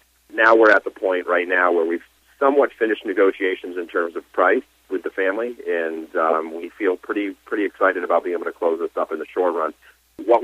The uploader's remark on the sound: called in to SmallCapVoice